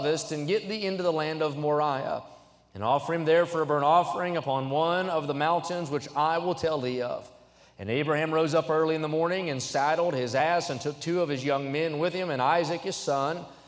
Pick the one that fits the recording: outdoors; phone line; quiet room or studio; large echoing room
large echoing room